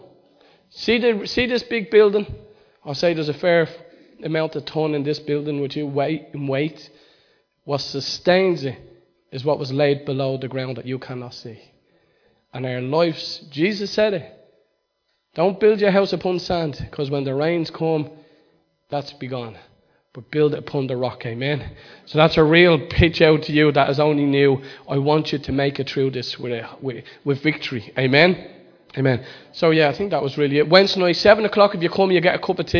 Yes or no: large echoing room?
yes